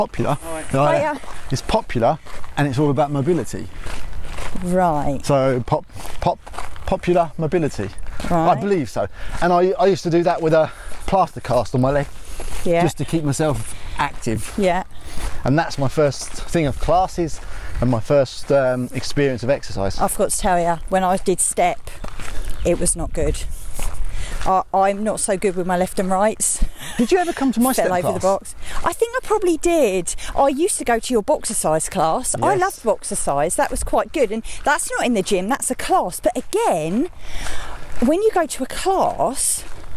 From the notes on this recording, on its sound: On todays walking podcast